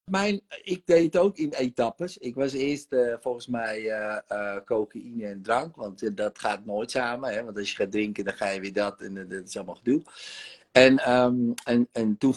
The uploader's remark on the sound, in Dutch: de sessie die ik live doe op Instagram